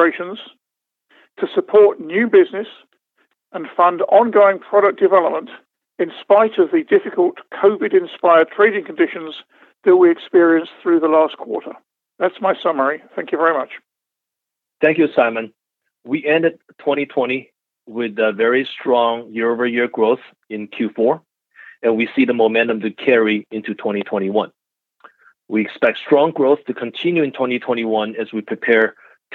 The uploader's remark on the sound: the recording of the shareholder update call from March 29th, 2021 at 12pm EDT